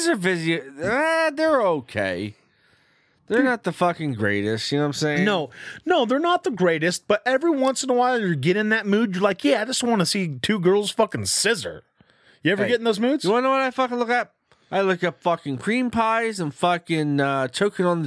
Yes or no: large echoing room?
no